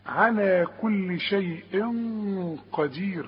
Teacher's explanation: والغنة بتخرج منين؟ من الخيشوم ومفخمة · التنوين ده اللي بعد القاف، والقاف من حروف الإخفاء، يبقى حغن. بس خد بالك الغن هنا سمينة شوية، ليه؟ عشان القاف تخينة